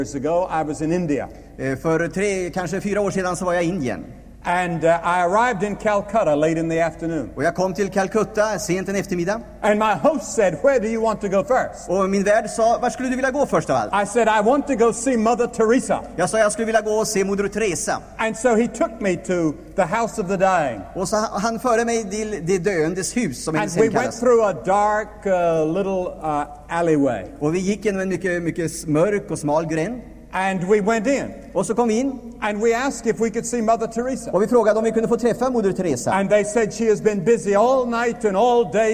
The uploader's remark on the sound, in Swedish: Inspelad i &#196;lvsj&#246;m&#228;ssan, Stockholm 1978-09-27.